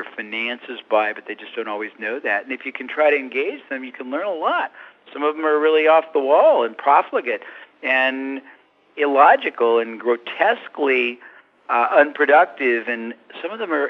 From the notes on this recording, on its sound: I managed to get a few minutes with him by phone